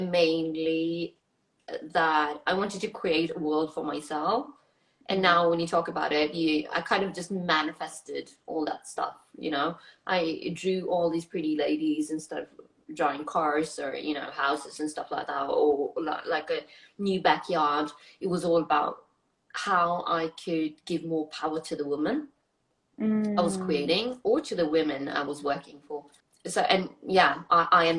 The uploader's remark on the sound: This was an IG Live talk that turned into a podcast.